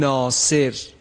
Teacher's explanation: ما در زبان فارسی صدای کشیده آ رو تقریبا تفخیم میکنیم